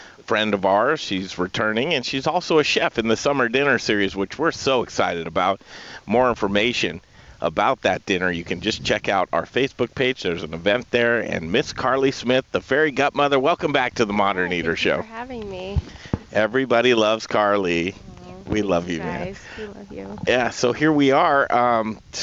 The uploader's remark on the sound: Live from Field to Fork farm, all organic baby! Live from Field To Fork in Palisade Colorado!